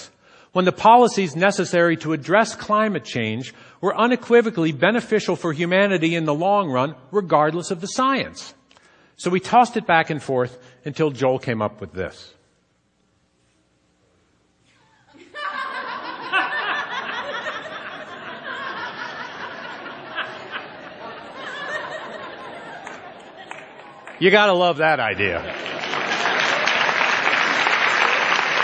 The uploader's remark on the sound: Onstage at TEDxRainier